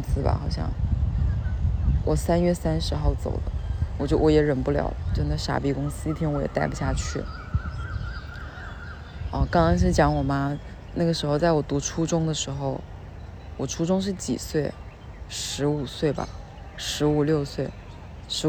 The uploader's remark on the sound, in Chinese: 带你们去公园散步，杂音很大